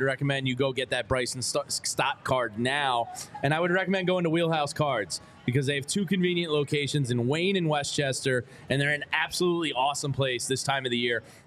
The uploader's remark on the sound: Live from Reading Terminal Market talking MLB updates.